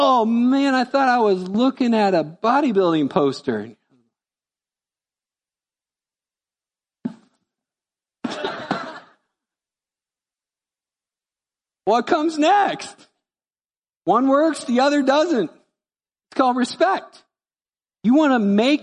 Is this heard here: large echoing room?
yes